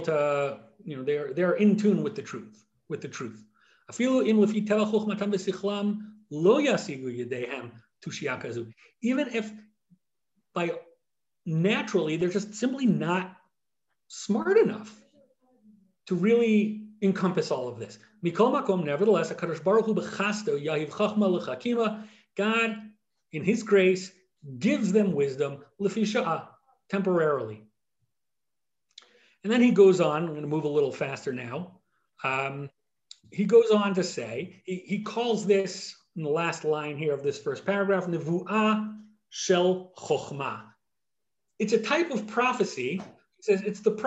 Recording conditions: video call